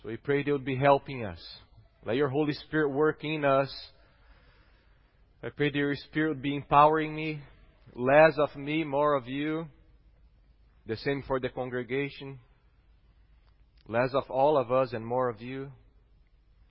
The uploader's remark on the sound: at Gracious Cross Reformed Church Salem, August 8th 2021